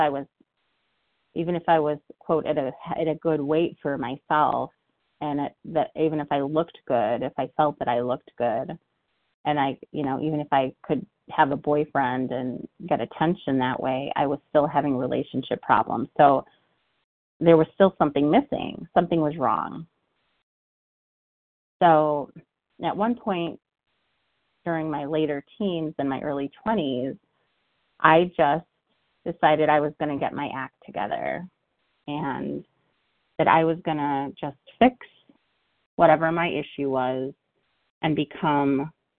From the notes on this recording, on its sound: from the 100 Pounders Phone Meeting